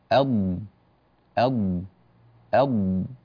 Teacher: فحافة اللسان يخرج منها حرف الضاد